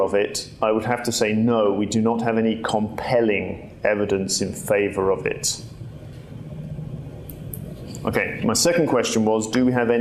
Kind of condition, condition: setting, live audience